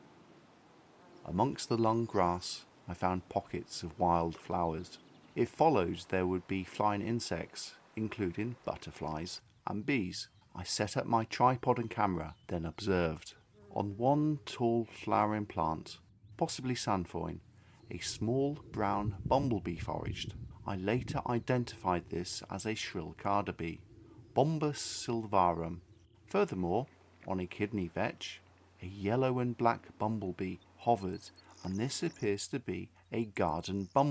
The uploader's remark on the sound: I visited the following sections of the Ridgeway: Middlehill Down which is south of Wantage; Bury Down near West Ilsley; White Horse Hill south of Uffington. I walked along these parts of the Ridgeway, with a camera and tripod, and recorded the bees I encountered. The previous precipitation had probably suppressed the activity of Ridgeway insects, yet I heard the reassuring hum of humble-bees. Having walked a short distance from the carpark, a notice caught my eye.